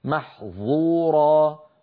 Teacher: لما يقول إنسان محظورة هو الآن نطق ظاء من نفس مخرج الذال، والفرق بينهما في الصفة فقط.